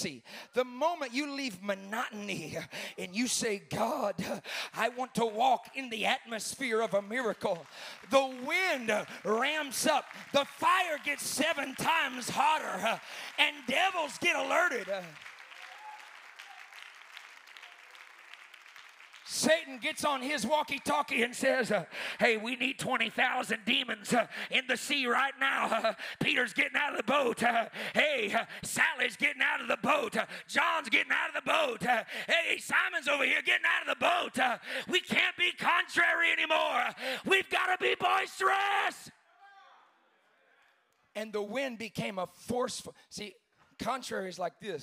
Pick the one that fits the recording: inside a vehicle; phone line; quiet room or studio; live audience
live audience